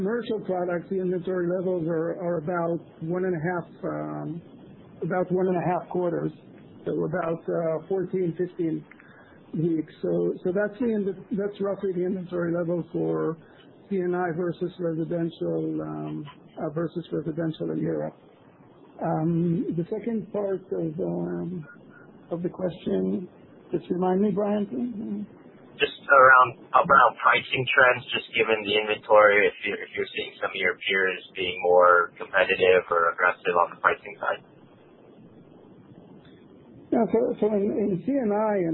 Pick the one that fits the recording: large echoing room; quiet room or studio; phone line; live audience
phone line